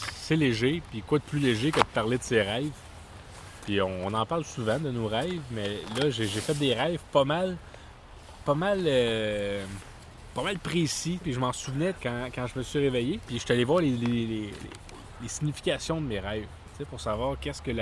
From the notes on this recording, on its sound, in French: Nous avons également rencontré des auditeurs lors de l'enregistrement de cet épisode, ce fut un grand plaisir! Enregistré au Parc Thomas-Chapais dans Tétreaultville à Montréal.